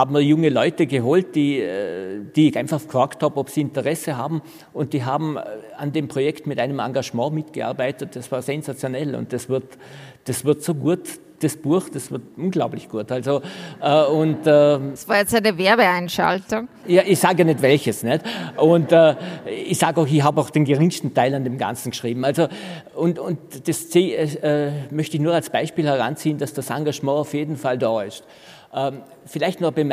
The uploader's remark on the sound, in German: Live vom FAQ Bregenzerwald 2021